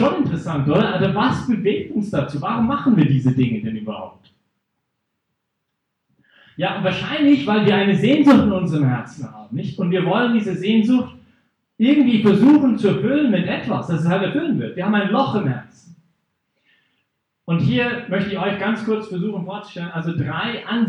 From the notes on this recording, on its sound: Teil des Vortrags in Brig-Glis (CH)